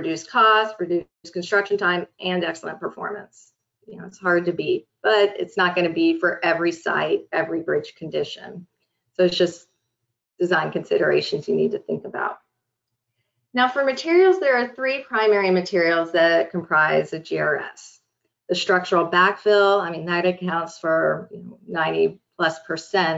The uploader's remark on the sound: This is an audio version of the webinar.